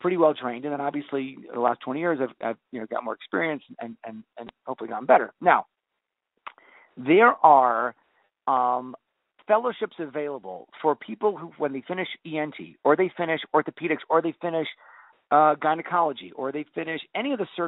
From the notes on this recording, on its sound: I had the opportunity to do a phone interview.